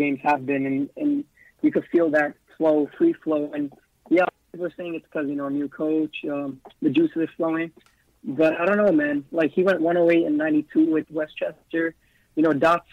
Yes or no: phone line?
yes